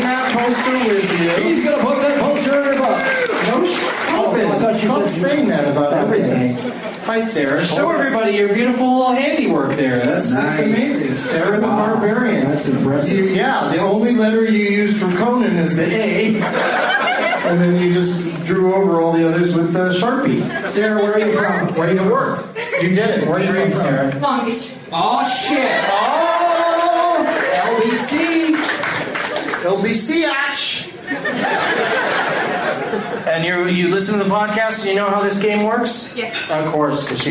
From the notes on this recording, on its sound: Audience members at the Improv in Irvine, CA.